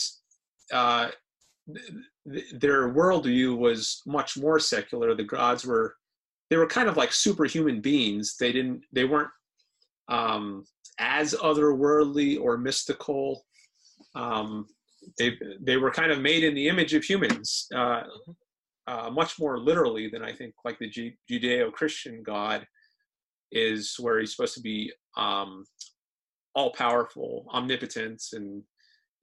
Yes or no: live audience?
no